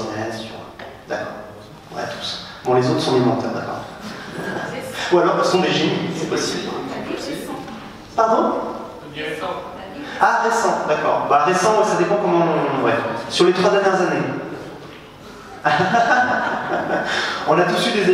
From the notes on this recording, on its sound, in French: cette conférence, donnée lors du WED, le Web entrepreneur Day à Paris